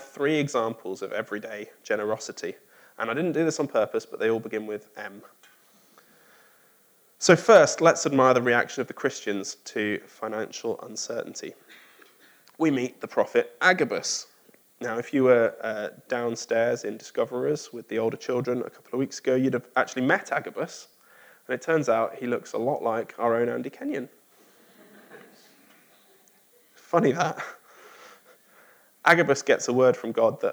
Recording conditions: large echoing room